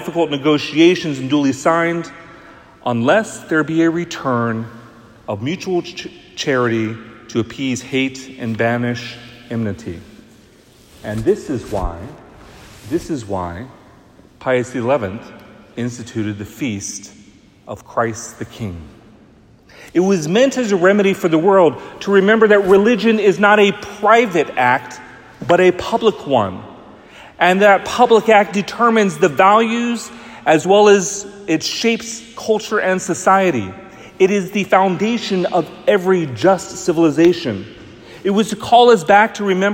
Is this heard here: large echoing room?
yes